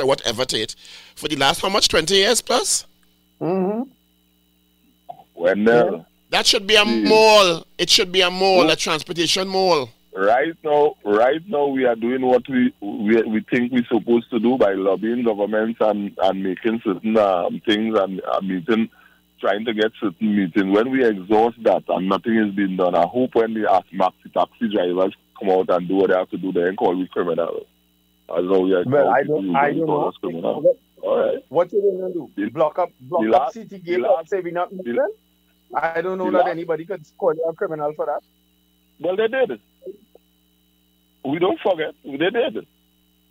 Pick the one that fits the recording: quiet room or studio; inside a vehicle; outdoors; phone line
phone line